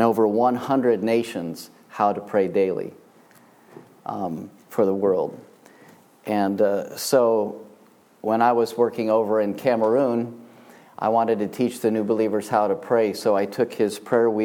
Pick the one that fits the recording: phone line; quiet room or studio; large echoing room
large echoing room